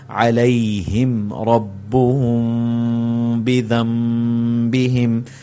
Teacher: یہ با سے پہلے میم پر جزم آ گیا تو یہاں پر اخفا میم ساکن ہوگا، یعنی آواز ناک میں جائے گی